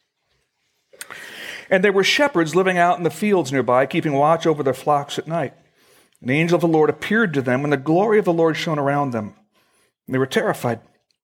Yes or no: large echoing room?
yes